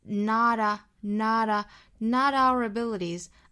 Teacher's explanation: Not 和 our 同样是一个弹舌的 flap t